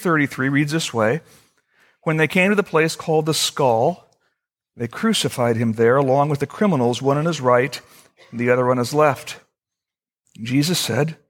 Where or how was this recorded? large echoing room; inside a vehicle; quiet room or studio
large echoing room